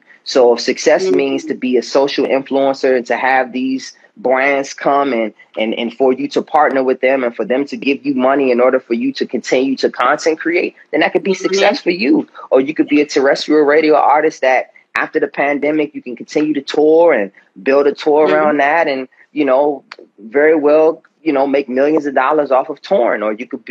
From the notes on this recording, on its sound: a special Instagram Live #WFH edition